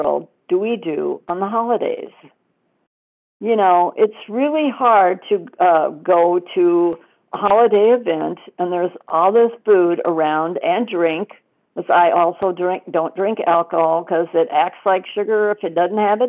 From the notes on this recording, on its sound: 100 Pounders Phone Meeting, 12/4/22